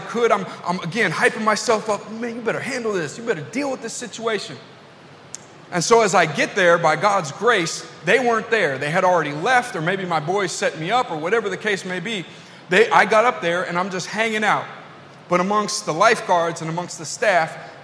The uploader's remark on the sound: This message was delivered at New City Fellowship: West End in St. Louis, MO.